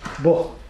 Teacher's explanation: Этот фрикативный, притертый звук «г», «х», смягченный.